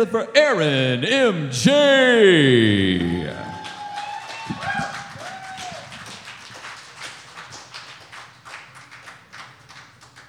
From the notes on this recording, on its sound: This is the live recording